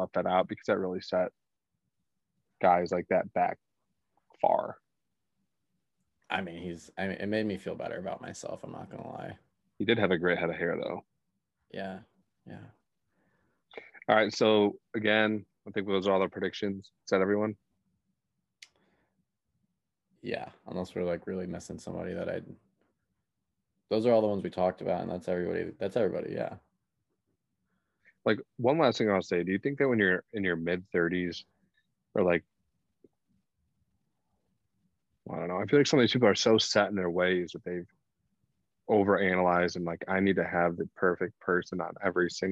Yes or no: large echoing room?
no